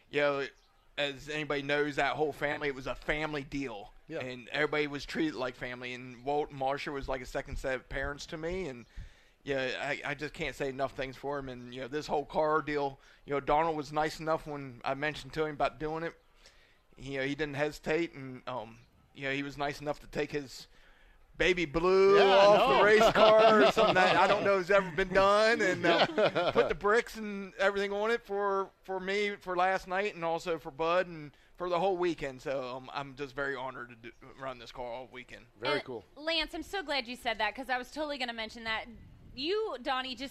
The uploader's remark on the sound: broadcast live from the Bob Weikert Memorial Weekend at Port Royal Speedway